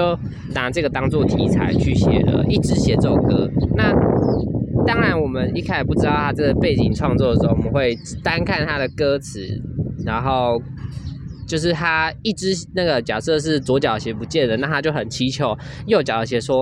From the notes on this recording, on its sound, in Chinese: 不得已在戶外錄，有諸多雜音／暴風請見諒！